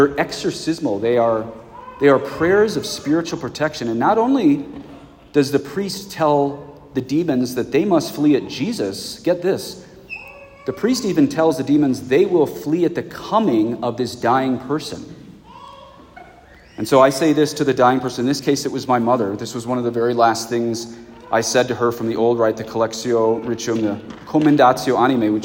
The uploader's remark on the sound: the funeral sermon I preached at my parents' parish at a Mass in English